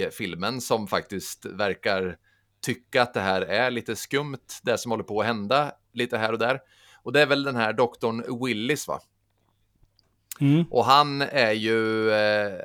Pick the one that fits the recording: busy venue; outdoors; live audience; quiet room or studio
quiet room or studio